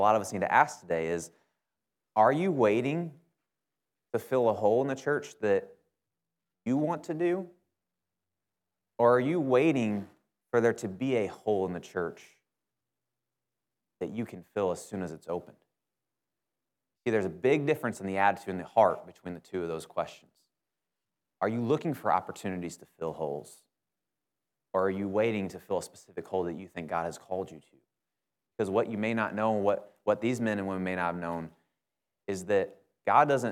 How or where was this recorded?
large echoing room